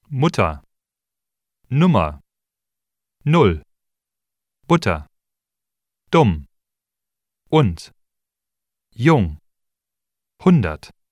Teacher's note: The lips are relaxed slightly when pronouncing the short U, resulting in a slightly different sound quality than the long U.